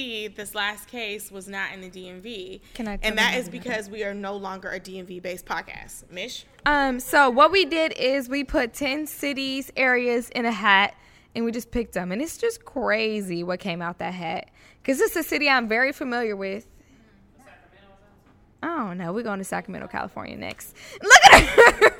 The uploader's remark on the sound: This episode was recorded with a live audience, so the theories, new voices, and energy flowed the entire time.